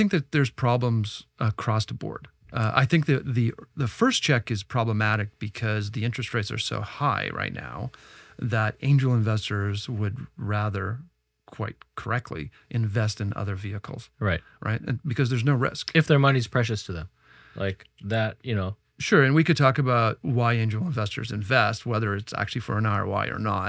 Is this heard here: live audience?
no